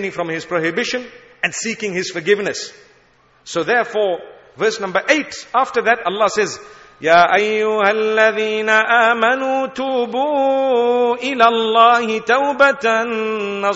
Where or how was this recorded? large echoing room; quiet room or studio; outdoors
large echoing room